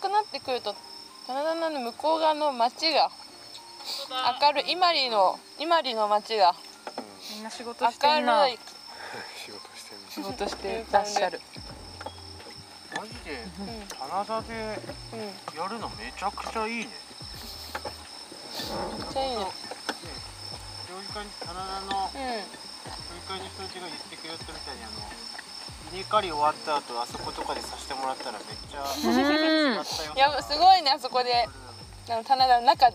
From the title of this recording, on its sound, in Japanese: Made in ARITA でデイキャンプ！〜当日編〜